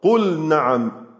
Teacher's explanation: إظهار اللام عند النون